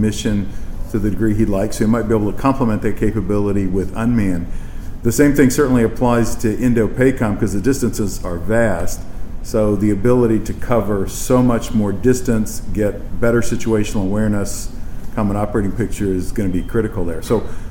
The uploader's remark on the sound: In this exclusive conversation on the sidelines of an event the Navy League’s Center for Maritime Strategy co-hosted in Arlington Tuesday.